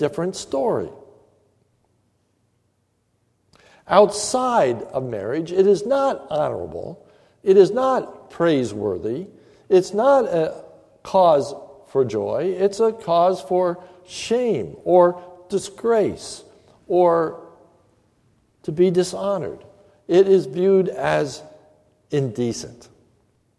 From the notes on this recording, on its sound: This is a sermon recorded at the Lebanon Bible Fellowship Church in Lebanon, PA on May 24, 2015 during the evening service